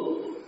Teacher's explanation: Al tertutup suaranya, jalan keluar suaranya tertutup karena lisan, ujung lisan telah menutup gusi-gusi bagian atas. · Term: huruf lam